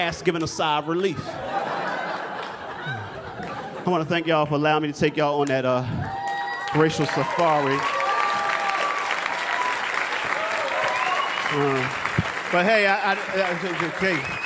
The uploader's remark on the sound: Stand Up Comedy Live Gotham Comedy Club